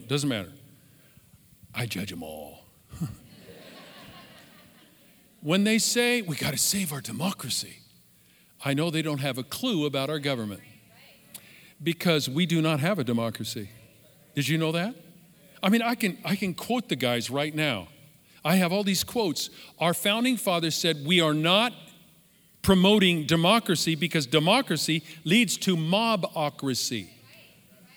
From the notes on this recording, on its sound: Live from our in Person 11am Service on September 20, 2020